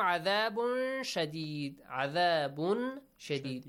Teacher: تنوين plus شين. Do the ikhfa, but make sure, make sure your listener understands that the letter sheen comes after. And qalqala.